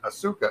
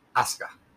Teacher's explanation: That vowel that's in between there, between that S and that K is gone. · Shown in: second take · It's not pronounced.